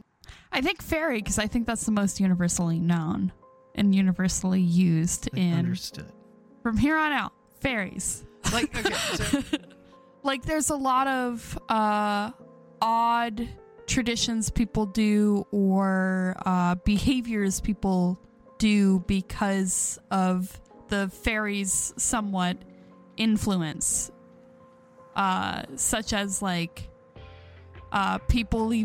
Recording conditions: inside a vehicle